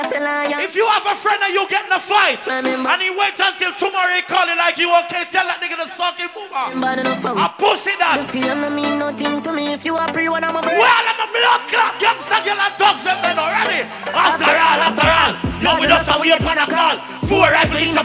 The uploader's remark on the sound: Live Juggling Trenton Nj Candle Light Lounge Black Friday 2016